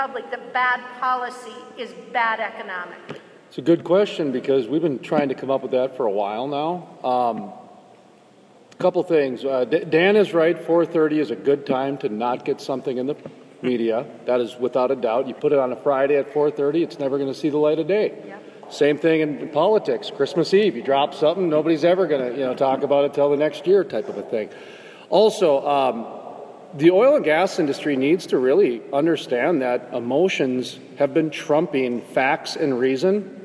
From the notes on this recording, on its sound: Panel from the 2019 Energy Exposition. At the Energy Exposition 2019 in Gillette, Wy.